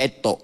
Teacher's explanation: Orang Kelantan ni dia suka sebut ta jadi to.